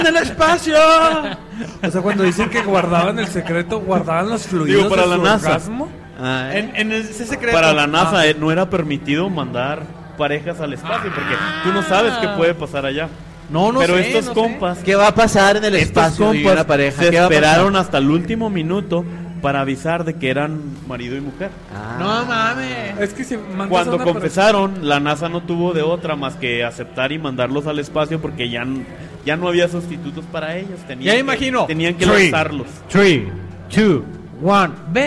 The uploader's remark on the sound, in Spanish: En Vivo. Grabado en Old SheepDog Brewery.